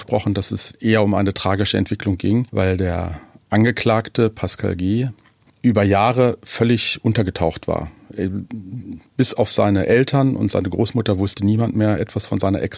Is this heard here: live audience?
no